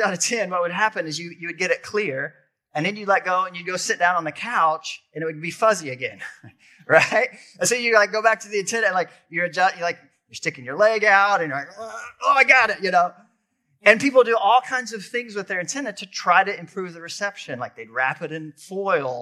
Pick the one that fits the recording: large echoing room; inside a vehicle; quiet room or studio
large echoing room